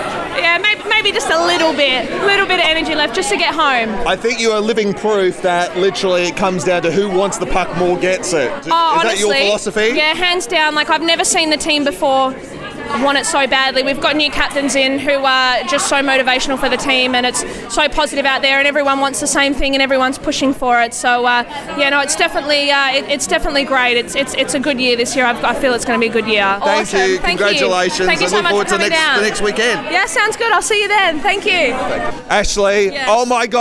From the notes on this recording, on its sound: Capturing all the action on the incredible first Adelaide weekend of the season, featuring live audio of both games.